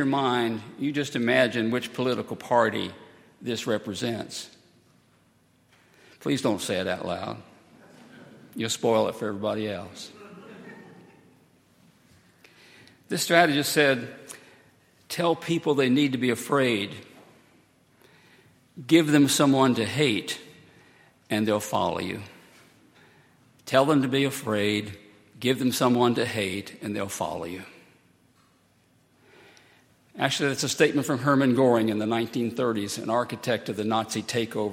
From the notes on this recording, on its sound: at Highland Baptist Church.